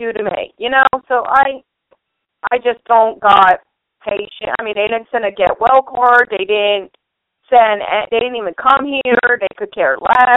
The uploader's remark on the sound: open the phone lines